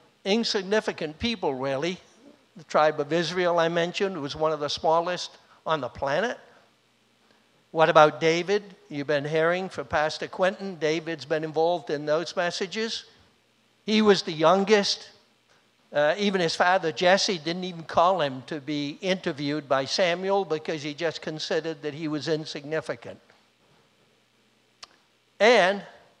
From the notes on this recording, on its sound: was recorded on Sunday, August 8th, 2021, during service at The Anchor Church in Rockport, Maine